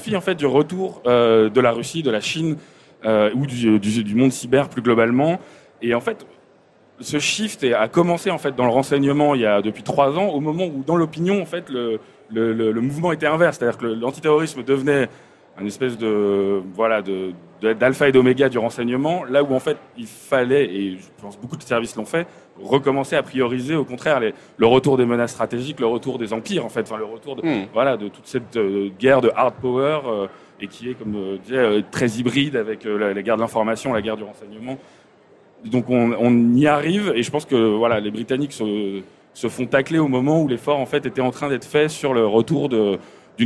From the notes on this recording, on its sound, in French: En direct du Salon du Livre